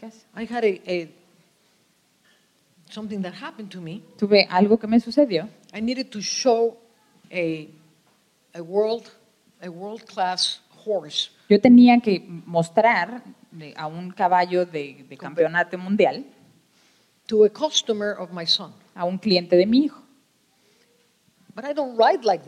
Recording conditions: live audience